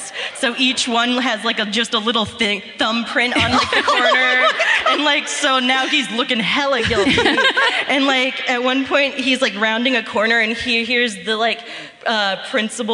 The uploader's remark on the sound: Live at the Palace Theatre in Columbus